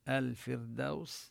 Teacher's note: الراء حكمها أنها ترقق، سكنت وجاء قبلها كسر لازم